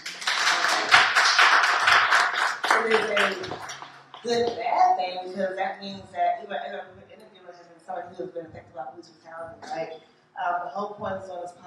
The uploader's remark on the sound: Life After the Impact LIVE from DC. Life After the Impact hosted its FIRST LIVE & IN PERSON event at Busboys and Poets in Washington DC.